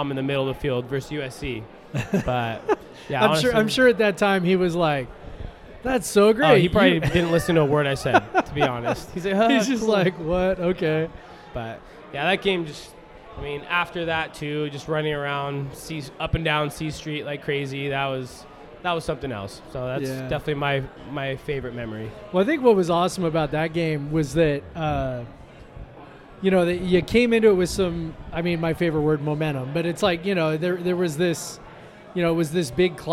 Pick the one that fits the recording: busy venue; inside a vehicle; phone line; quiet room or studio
busy venue